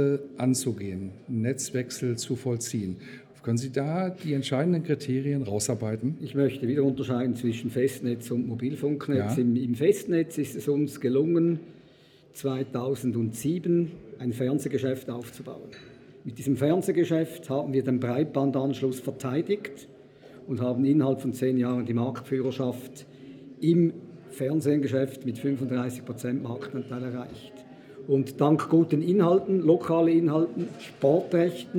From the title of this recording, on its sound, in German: im Interview auf dem Congress der Controller 2019